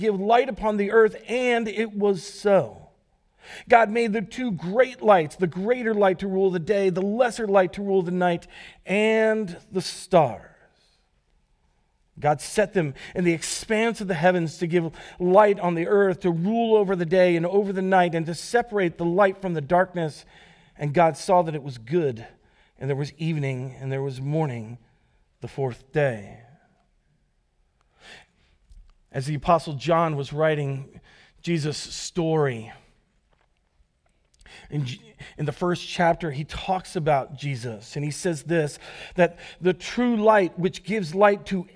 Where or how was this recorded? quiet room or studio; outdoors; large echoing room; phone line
large echoing room